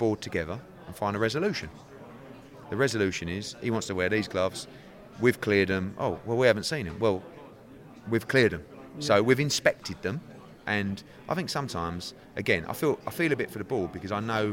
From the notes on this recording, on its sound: attended the Next Gen Press conference in Liverpool